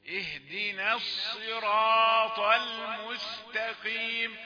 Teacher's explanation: الصراط آخر درجة من درجات التفخيم، ولكن لا توصلها إلى السين